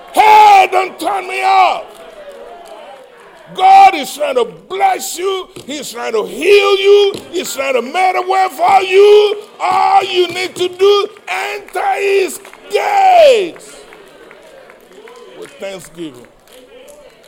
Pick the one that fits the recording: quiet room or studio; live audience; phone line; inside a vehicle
live audience